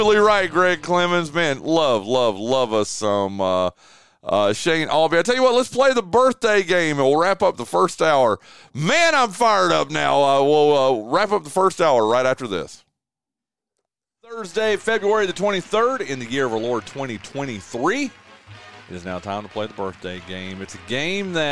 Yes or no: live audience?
no